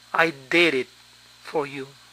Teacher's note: Noten cómo la D final suena como nuestra R, ya que se encuentra entre vocales.